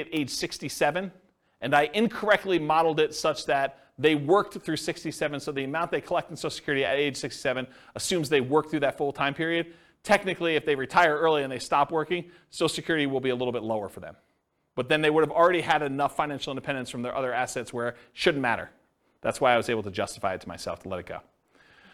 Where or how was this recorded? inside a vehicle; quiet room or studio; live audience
live audience